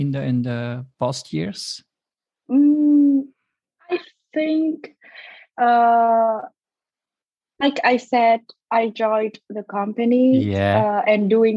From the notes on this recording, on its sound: This episode was recorded through a Zoom-call on February 15, 2022.